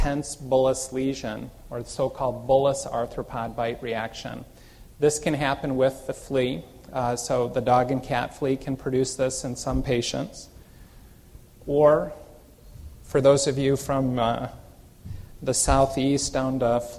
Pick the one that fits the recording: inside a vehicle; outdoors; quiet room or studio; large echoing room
large echoing room